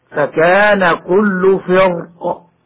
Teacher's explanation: إذا وقفنا على الكلمة وسكنت القاف من أجل الوقف ففي هذه الحالة التفخيم أولى